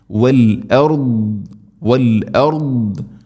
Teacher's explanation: ദാദ് ഉച്ചരിക്കുന്ന സമയത്ത് നാവിൻ്റെ ഏതെങ്കിലും ഒരു സൈഡ് അണപ്പല്ലുകളോട് ചേർന്ന് അരു നീളത്തിൽ തട്ടിക്കൊണ്ടായിരിക്കണം. അത് സ്വരഭാരത്തിൽ ഉച്ചരിക്കേണ്ട അക്ഷരമാണ് ഇസ്തിഅലാന്റെ അക്ഷരം.